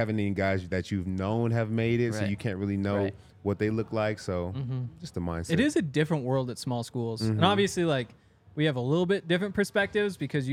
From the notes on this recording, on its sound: coming to you LIVE from the DNVR Bar